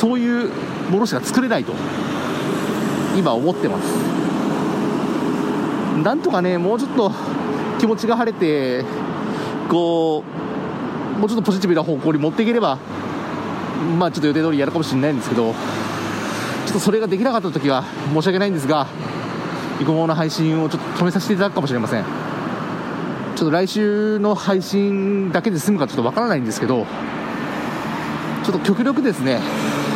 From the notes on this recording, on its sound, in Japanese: 帰宅中に録音していますので、車の音がかなり大きいですがご容赦ください。